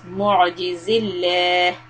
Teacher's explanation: لفظ جلالة لام will be soft because there's a كسرة on زال، so it becomes معجز الله.